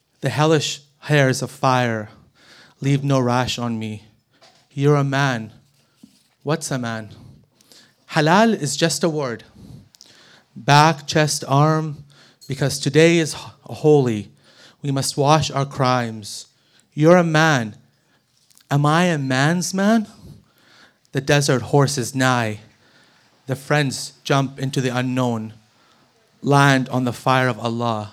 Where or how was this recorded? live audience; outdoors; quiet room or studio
live audience